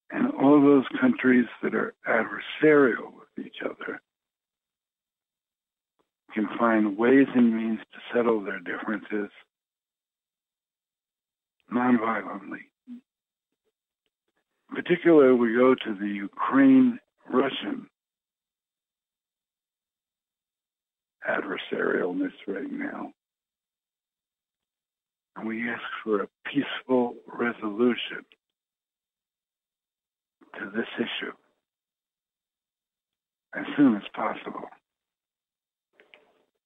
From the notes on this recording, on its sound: Conference Call LIVE